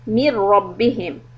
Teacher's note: the letter ra has the shadda, idgham without gunna.